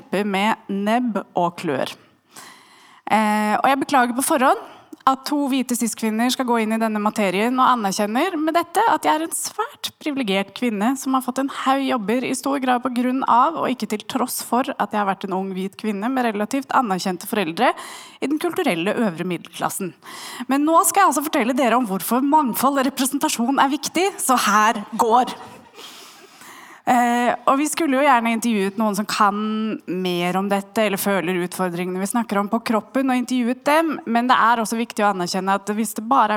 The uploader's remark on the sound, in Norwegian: Var vi på FemFilm på Vega Kino, og spilte inn vår aller første live-episode.